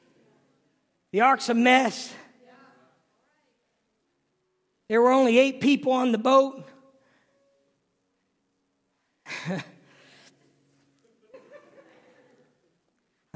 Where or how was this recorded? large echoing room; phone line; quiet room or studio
large echoing room